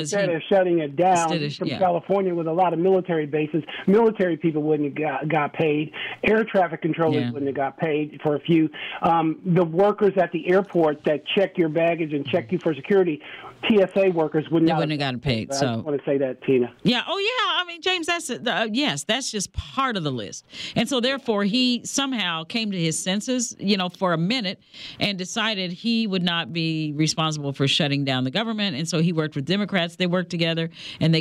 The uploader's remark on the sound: Community Connection Was Live With a Full Show Of Open Lines!